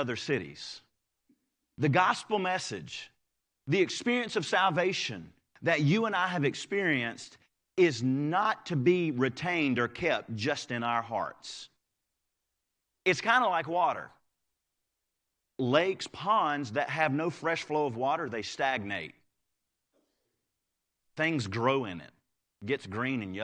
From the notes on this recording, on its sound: Live Service.